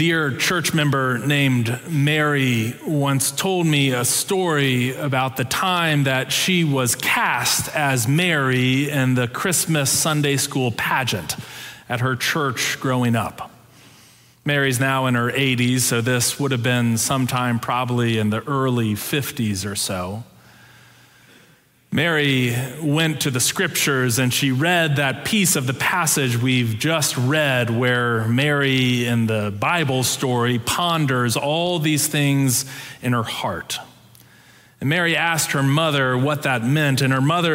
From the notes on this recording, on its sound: Preached on December 18, 2022, in our Sanctuary worship service.